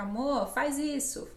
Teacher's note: E aí apaga o R final.